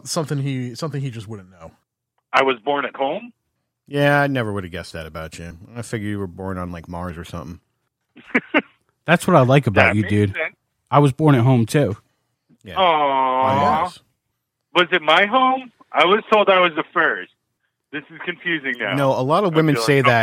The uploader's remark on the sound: on the phone